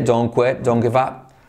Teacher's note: La T como se omite